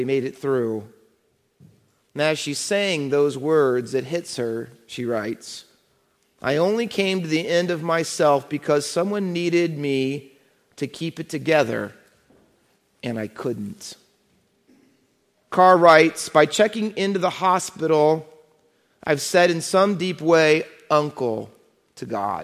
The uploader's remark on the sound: Faith Baptist Church in Hamilton, NJ.